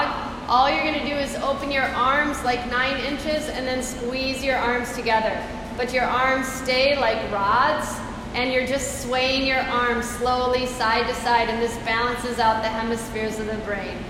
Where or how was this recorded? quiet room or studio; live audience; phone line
live audience